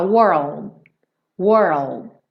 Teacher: E eu fechei, eu formei o meu D, mas eu nem emiti t, aquele golpezinho de ar.